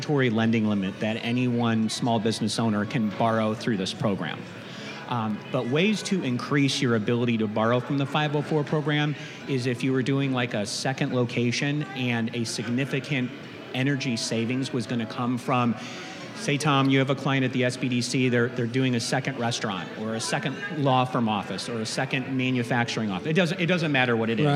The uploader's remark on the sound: We're coming to you live from the Florida Association of Government Guaranteed Lenders conference. Recorded live at this year’s FLAGGL Small Business Lender’s Conference hosted at The JW Marriott Orlando, Grande Lakes.